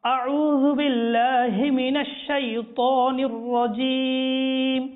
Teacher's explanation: أعوذ بالله من الشيطان الرجيم আমার প্রিয় মাদানী মুন্নারা এবং মাদানী চ্যানেলের দর্শকবৃন্দ, এদিকে একটা বিশেষ খেয়াল রাখা দরকার, সেটা হচ্ছে আউজ এর মধ্যে প্রথমে হামজা রয়েছে, এরপর আইন রয়েছে। যদি আমি আপনি যদি এটা খেয়াল না করে মনোযোগ না দিয়ে আউজু আউজু বলতে থাকি তাহলে আমাদের হামজা এবং আইন একসাথে হয়ে যাবে।